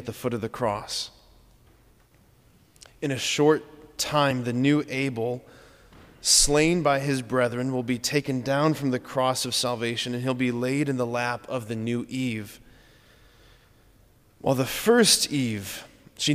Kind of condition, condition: setting, large echoing room